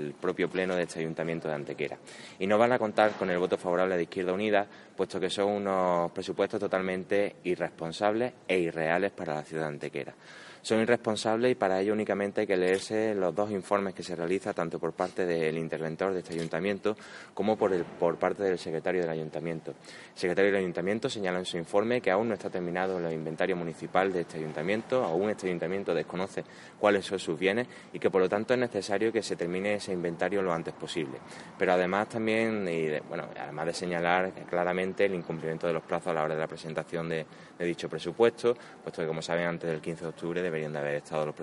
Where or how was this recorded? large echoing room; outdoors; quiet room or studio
outdoors